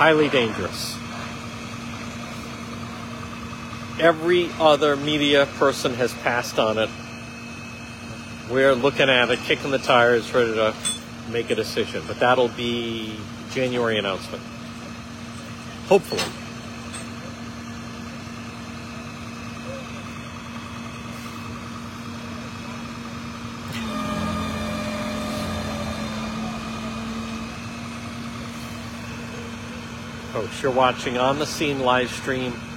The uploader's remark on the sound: On-the-scene Live-stream Warwick RI car in water.